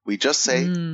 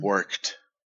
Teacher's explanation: Adding an extra syllable, we won't say work it. We just say worked. And it sounds a little bit like a bit of a T sound, worked.